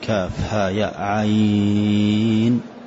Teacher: والعين ذو وجهين، يجوز المد ويجوز القصر، لكن الأفضل الطول